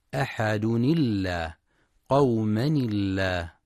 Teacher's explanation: ولذلك تنطق اللام في لفظ الجلالة مرققة عند الوصل أحد الله قوما الله.